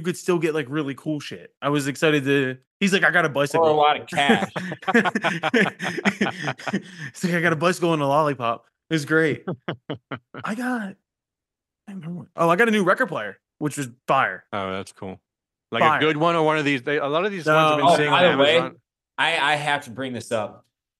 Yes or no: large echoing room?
no